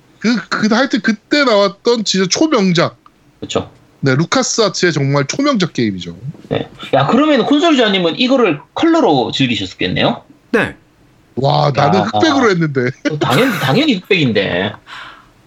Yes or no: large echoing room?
no